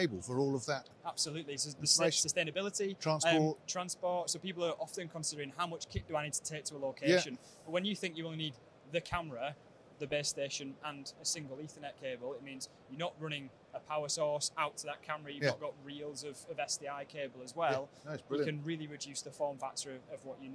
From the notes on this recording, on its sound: We are at ISE 2023 on the Blackmagic Design stand